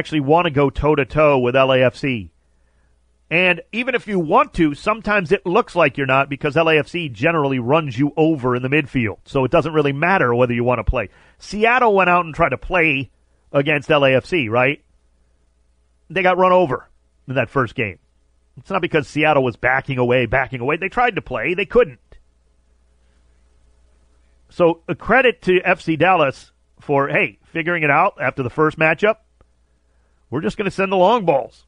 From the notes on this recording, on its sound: called